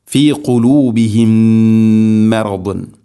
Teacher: ഇവിടെ സുക്കൂനുള്ള മീമിന് ശേഷം അടുത്ത മീം ഇദ്ഗാം ചെയ്തുകൊണ്ട്, അതിൻ്റെ പേര് ഇദ്ഗാം മുതമാസിലൈൻ എന്നാണ്. സുക്കൂനുള്ള മീമിനെ ഹർക്കത്തുള്ള മീമിലേക്ക് ഇദ്ഗാം ചെയ്ത് അഥവാ കൂട്ടി ലയിപ്പിച്ച് മണിച്ചുകൊണ്ട് ഉച്ചരിക്കണം